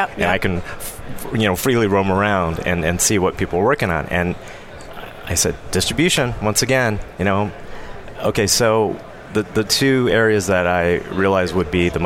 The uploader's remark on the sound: Day 3 Live at NAB show 2017! VoiceAmerica teams up with StoryTech and Host. To bring you all the digital thought leadership live from the NAB show 2017 Advanced Advertising Pavilion.